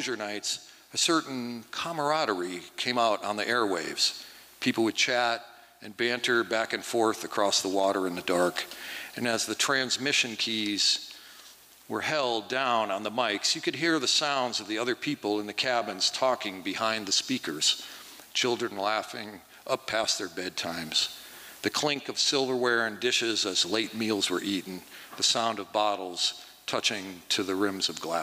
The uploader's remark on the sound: 2023 FPG-Liberty Theatre-Saturday Night-Third Set. From the 2023 FisherPoets Gathering. This recording was made on Saturday, February 25th, 2023, at the Liberty Theatre in Astoria, OR as part of the FisherPoetry Archive Project.